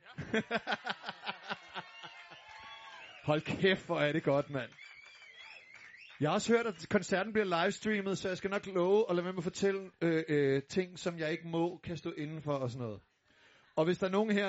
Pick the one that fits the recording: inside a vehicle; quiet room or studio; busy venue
busy venue